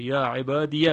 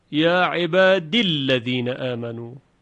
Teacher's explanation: اما ابو عمرو در این موارد به سکون یا خونده، یا عبادی، منتها چون عبادی رو میخواد وصل بکنه به الذین، یا ساکنه، بعد از یا هم در حقیقت تشدیدی وجود داره که در اصل ساکن بوده و التقای ساکنین میشه و یا حذف میشه · Shown in: second take